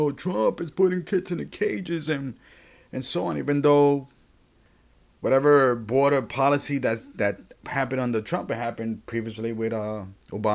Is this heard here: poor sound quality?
no